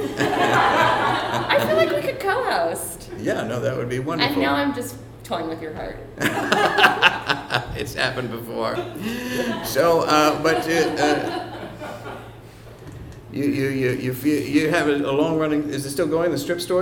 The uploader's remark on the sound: special live episode, recorded on May 14, 2014 at The PIT in NYC